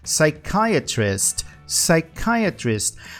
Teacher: mas a gente não pronuncia o P, a gente fala a partir do S.